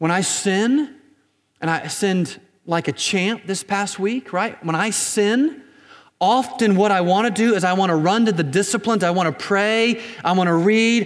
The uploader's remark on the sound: Recorded on January 27, 2019 at Graceland Baptist Church in New Albany, Indiana.